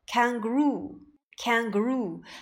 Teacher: 那么 double O 要发长音 woo